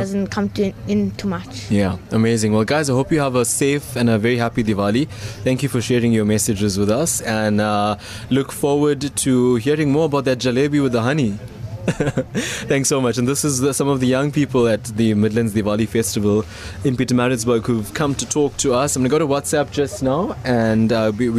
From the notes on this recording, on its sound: live from the Midlands Diwali Festival